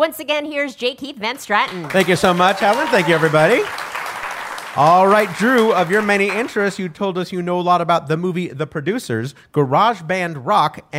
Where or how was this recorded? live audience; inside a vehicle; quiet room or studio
live audience